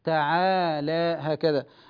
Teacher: أيضا الثانية تتعلق بالتقليل، الإمالة، تعالى التقليل في الألف الأخيرة التي بعد اللام، التاء والعين لا دخل لهما بالإمالة، تعالى هكذا.